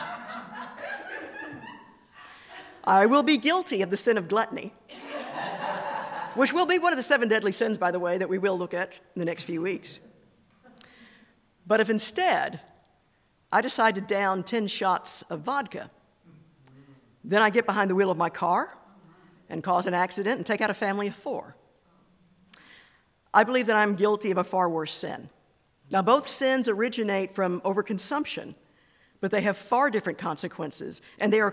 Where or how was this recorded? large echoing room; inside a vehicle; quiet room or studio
large echoing room